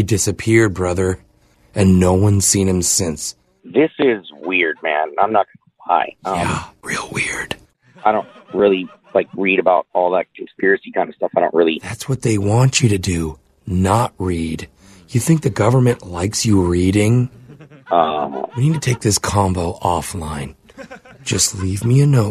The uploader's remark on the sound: Phone Tap.